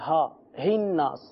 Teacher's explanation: ہا جو ہے حلق کا جو آخری حصہ ہے، یہاں سے ہا ادا ہوتا ہے